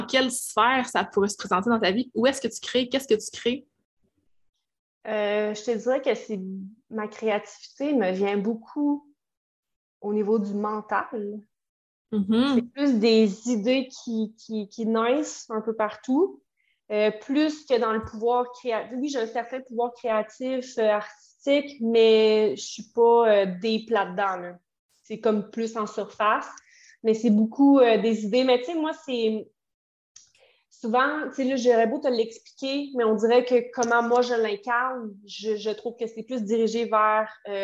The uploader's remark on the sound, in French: Désolée pour la qualité audio, je suis consciente que l’enregistrement sur Zoom n’est pas l’idéal.